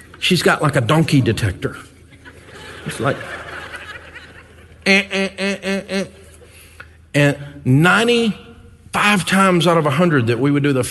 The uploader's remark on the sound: Live From EntreLeadership 1-Day. Over 1,000 small-business owners and leaders from around the country joined us in Grand Rapids, Michigan.